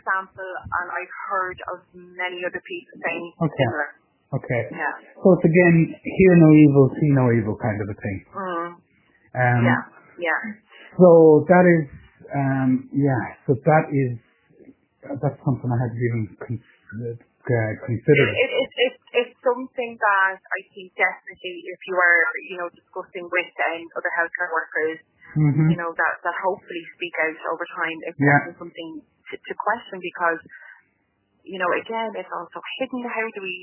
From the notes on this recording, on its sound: The conversation is our raw and unedited phone conversation.